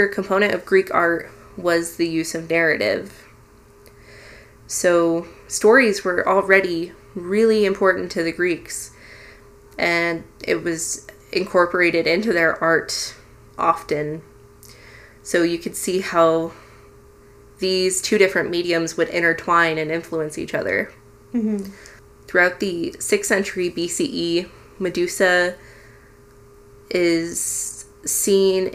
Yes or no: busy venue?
no